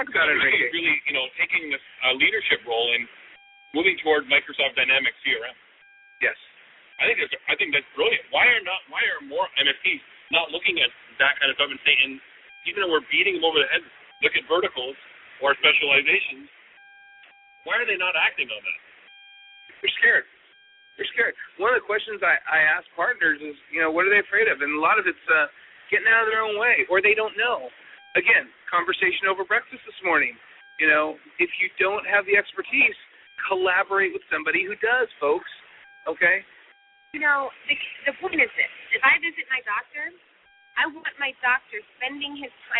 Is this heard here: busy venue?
yes